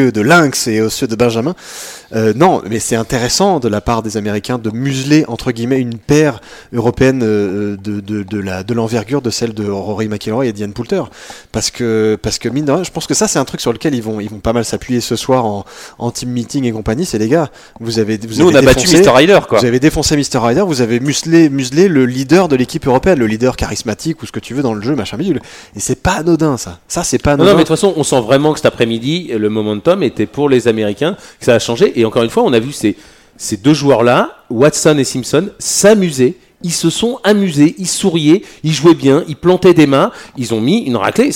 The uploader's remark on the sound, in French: Enregistré le samedi 29 septembre 2018 au Golf National, 78180 Saint-Quentin-en-Yvelines.